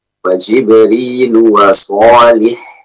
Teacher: maka kita waqaf dengan suara ha yang sukun